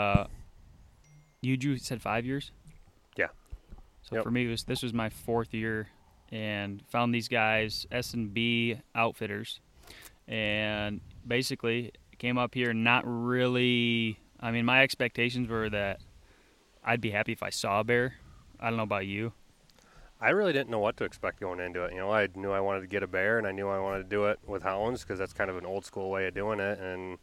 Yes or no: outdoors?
yes